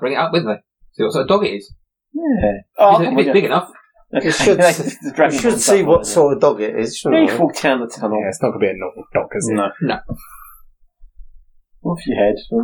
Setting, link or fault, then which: fault, poor sound quality